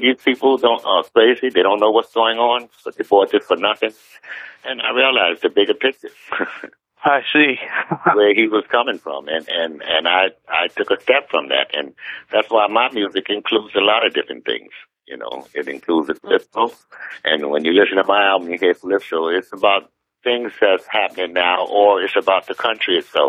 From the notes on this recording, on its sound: From our radio archives. This was recorded by phone in 2008.